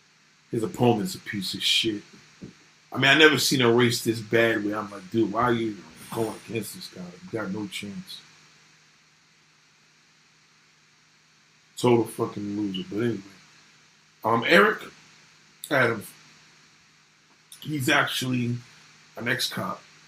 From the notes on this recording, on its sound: SORRY FOR THE BAD AUDIO